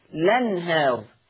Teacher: هحرك اللام بحركة الهمزة فتصير لام مفتوحة لأن الهمزة مفتوحة، فتصير الأنهار، الأنهار. · Term: النقل